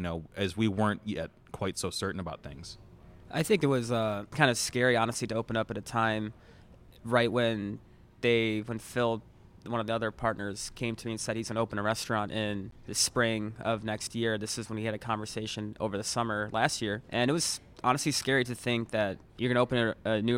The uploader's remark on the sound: Upscale Italian restaurant Adalina in Chicago's Gold Coast. In an interview recorded at the restaurant.